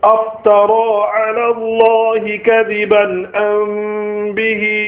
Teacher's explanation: Technically, it means when the letter ba appears after Meem Sakin, there will be Ikhfa'i Shafawi. It will be pronounced with a light nasal sound in the nose for a duration of 2 haraka, i.e. 2 or 3 second duration. · Term: ikhfa al-shafawi